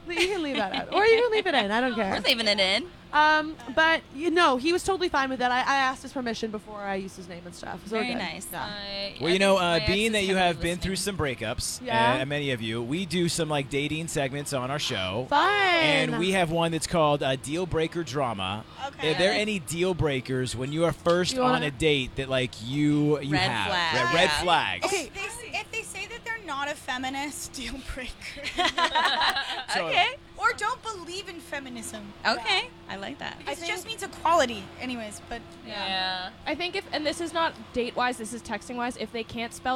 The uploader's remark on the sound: The Mix is live backstage at Lollapalooza 2023! The band stopped by The Mix tent backstage at Lolla.